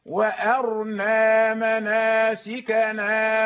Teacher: أبو عمرو يقرأ بإسكان الراء